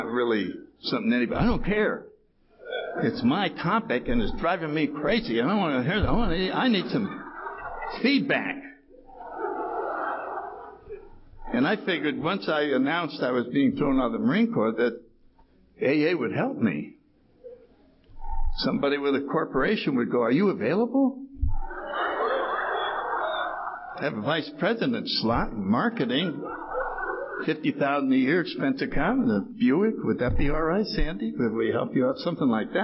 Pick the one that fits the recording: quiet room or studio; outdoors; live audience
live audience